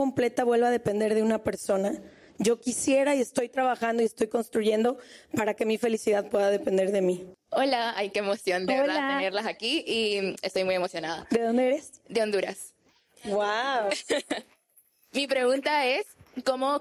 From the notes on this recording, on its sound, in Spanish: Preguntas y respuestas en vivo desde Madrid. Hace unas semanas estuvimos grabando episodios en España.